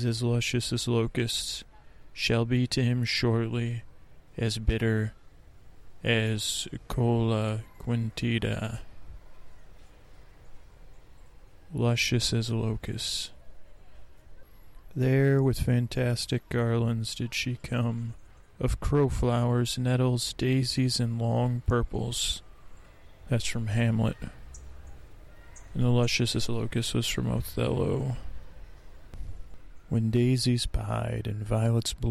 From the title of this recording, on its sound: On Location at Golden Gate Park